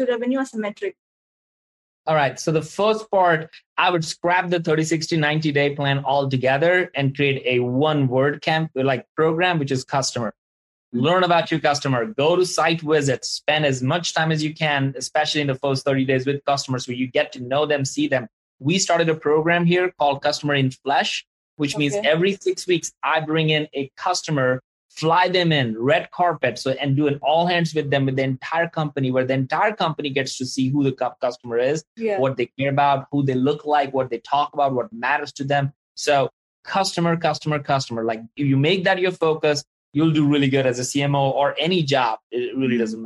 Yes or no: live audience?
no